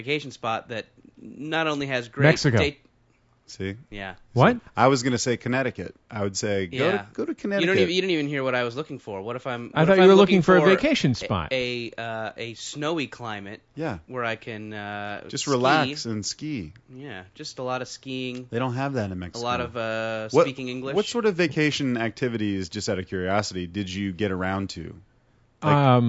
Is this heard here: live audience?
no